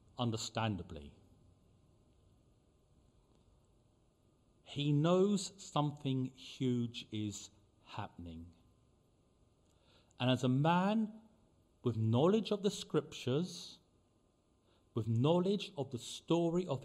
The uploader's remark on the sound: Preached at the LCC Sunday Service